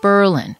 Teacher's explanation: You stress the burr. It's not like the city in Germany.